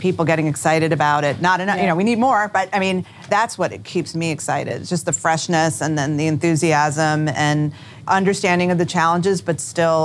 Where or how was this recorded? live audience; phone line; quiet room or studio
live audience